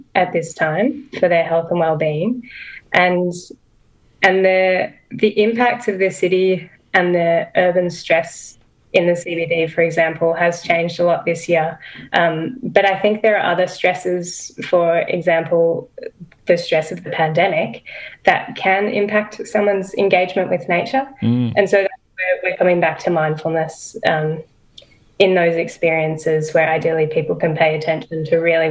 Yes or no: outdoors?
no